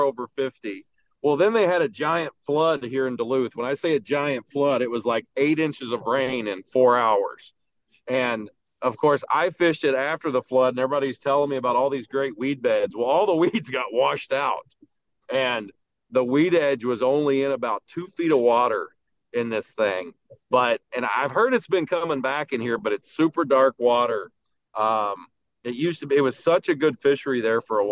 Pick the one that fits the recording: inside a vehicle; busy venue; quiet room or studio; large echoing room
inside a vehicle